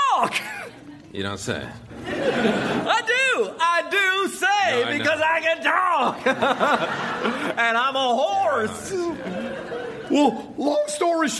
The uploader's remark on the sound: Recorded Live 5/2/2011 at Largo, Los Angeles.